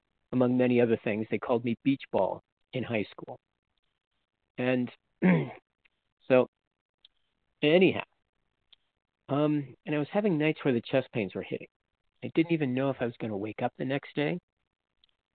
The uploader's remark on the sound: From the 100 Pounders Phone Meeting.